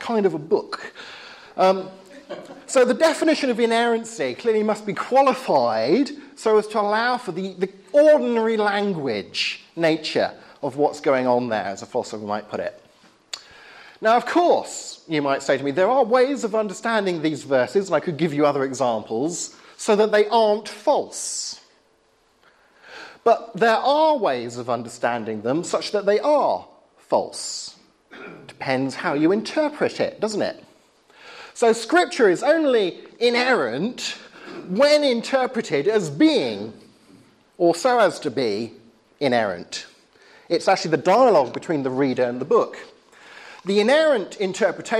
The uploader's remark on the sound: talk of the spring 2011 course at Highfield Church, Southampton